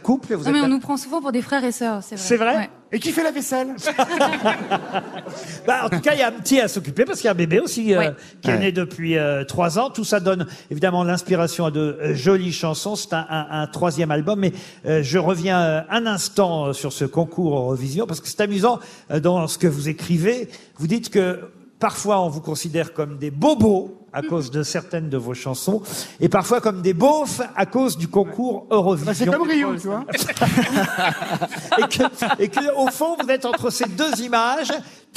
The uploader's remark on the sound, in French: En live depuis Roanne. Invité exceptionnel des Grosses Têtes à Roanne.